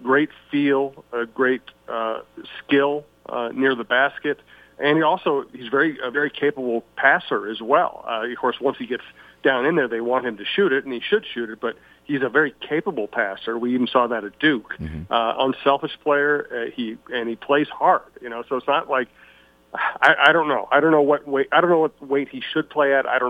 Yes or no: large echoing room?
no